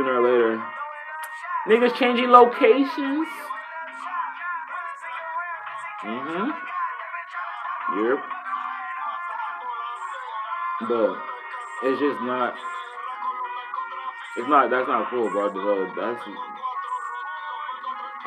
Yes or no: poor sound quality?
yes